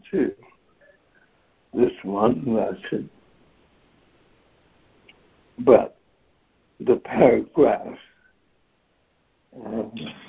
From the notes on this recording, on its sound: ACIM Daily Conference Call.